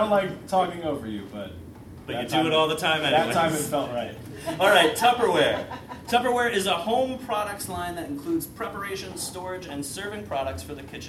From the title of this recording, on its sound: Live at the SteelStacks Improv Festival